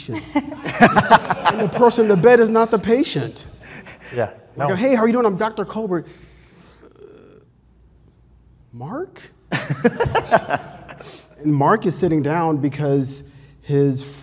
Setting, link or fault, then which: setting, live audience